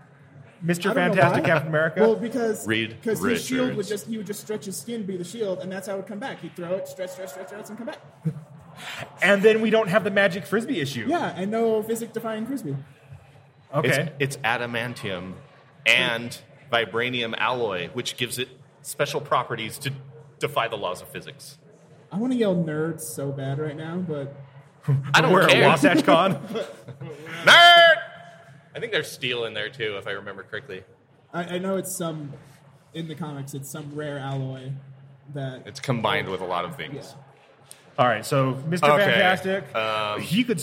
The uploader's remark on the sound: Live from Wasatch Comic Con!